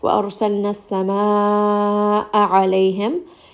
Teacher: this is going to be a four-count mad wajib. We see that there is the mad followed by hamza within that same word.